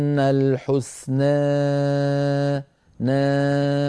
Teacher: الحسنى نا شيء من رفع وسط اللسان · Term: إمالة صغرى